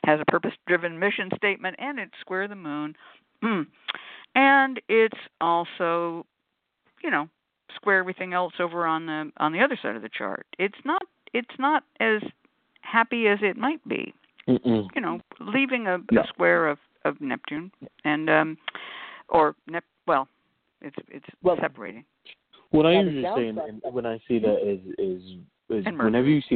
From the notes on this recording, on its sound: a real, live call-in show